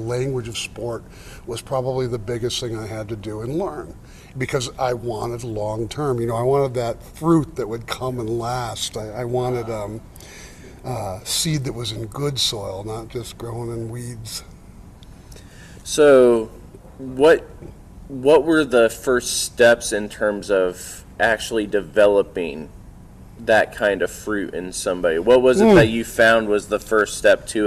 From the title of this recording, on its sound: LIVE from REACH 2021